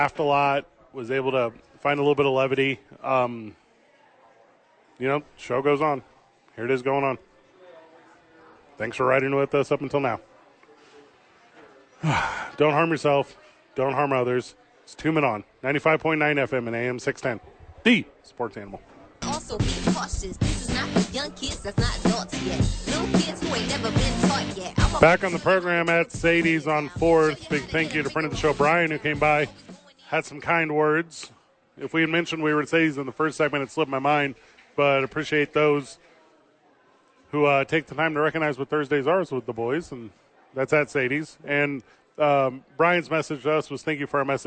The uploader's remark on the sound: Live from Sadies on 4th.